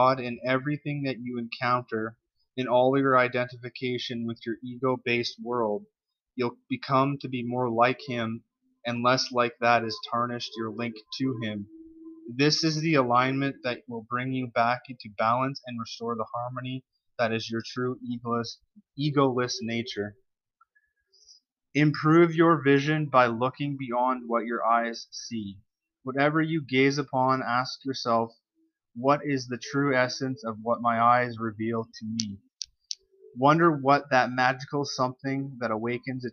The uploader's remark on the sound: Apologies for the audio quality.